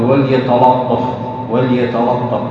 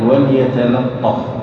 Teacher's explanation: إلزم ترقيق اللام ولو جاءت بين حرفين مستعليين · Shown in: second take · فقال وليتلطف، أي رقق اللام في كلمة وليتلطف، لأن اللام بعدها طاء، والطاء حرف مفخم مطبق، قد يغلب الطاء فقل وليتلطف وليتلطف وهذا خطأ، بل عليك أن تقول وليتلطف، اللام على قصر الله.